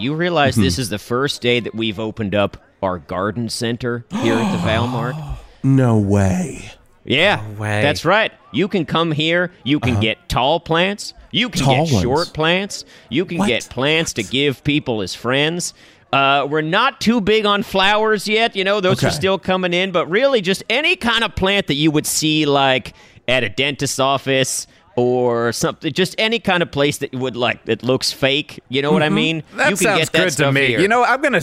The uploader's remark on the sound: Live from Val Mart!